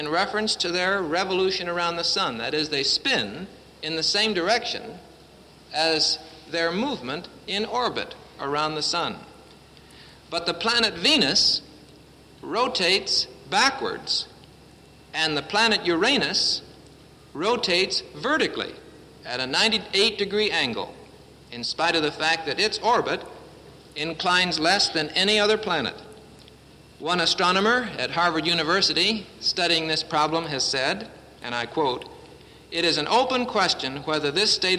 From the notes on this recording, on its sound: presented at Winona Lake Bible Conference 1966.